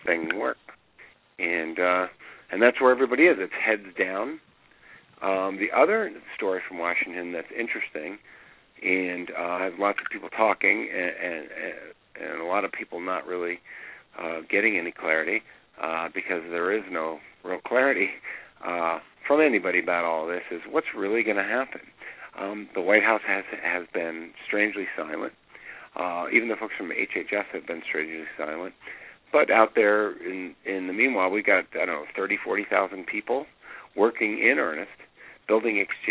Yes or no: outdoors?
no